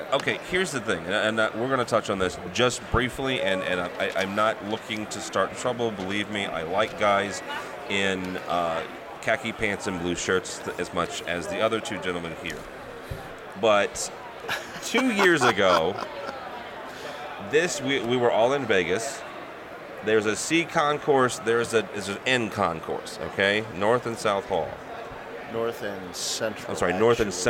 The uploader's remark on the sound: We are live at InfoComm 2012